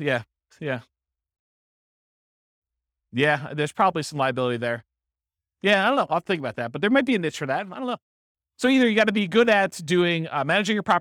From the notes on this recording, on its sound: This was a live class recorded